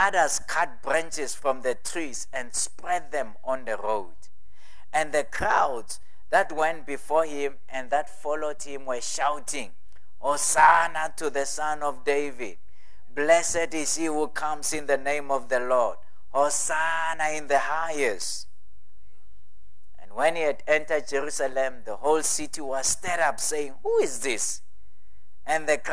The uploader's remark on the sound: At God's Tabernacle Christian Family Church's evening service.